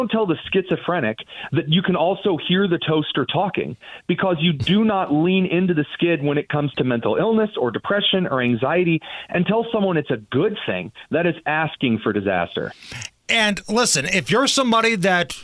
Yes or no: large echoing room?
no